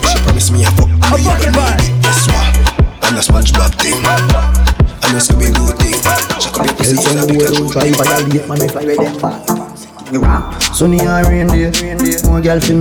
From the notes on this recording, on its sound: Live audio recording from my set at Island Saturdays on April 30th.